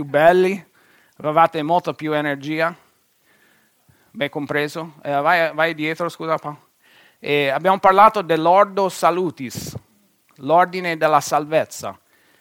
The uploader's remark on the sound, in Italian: Registrato presso il Centro Evangelico Battista di Perugia. Per motivi tecnici, gli interventi non vengono inclusi nella registrazione.